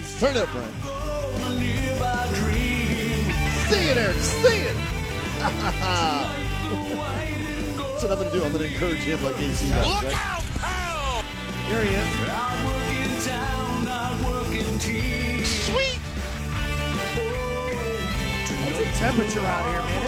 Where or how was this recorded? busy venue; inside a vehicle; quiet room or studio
busy venue